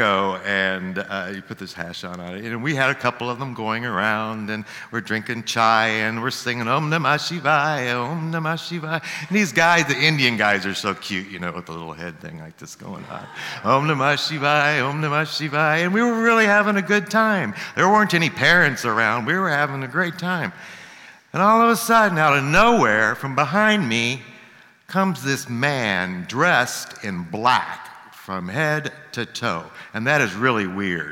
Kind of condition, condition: setting, live audience